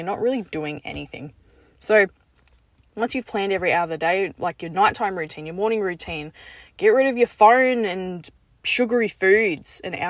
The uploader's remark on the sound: Just got out the gym and recorded this in my car.